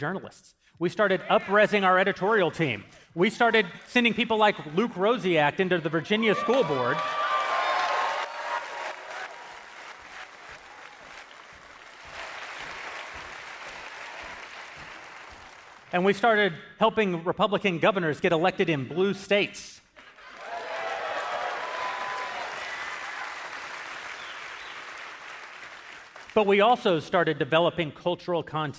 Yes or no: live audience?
yes